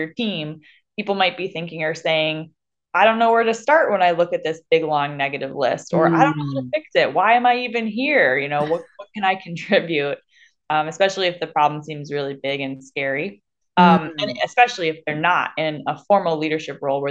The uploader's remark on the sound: I’m live again via zoom